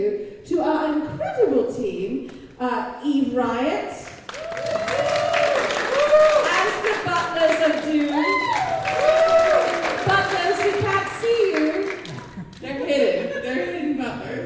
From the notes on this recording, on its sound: Recorded live at Wild Wild West Con 11.